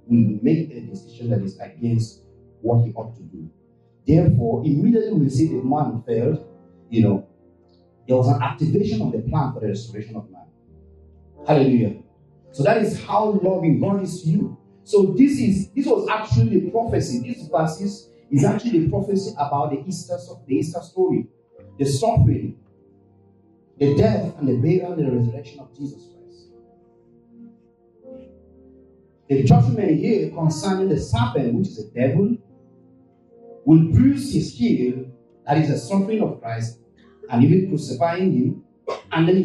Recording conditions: poor sound quality